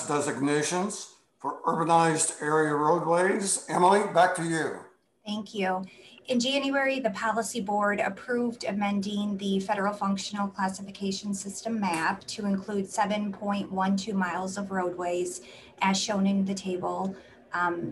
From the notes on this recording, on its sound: Zoom meeting